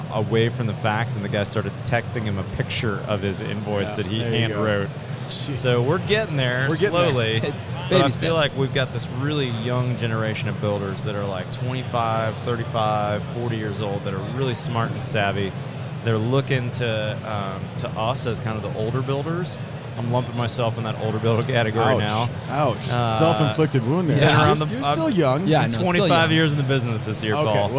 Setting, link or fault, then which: setting, busy venue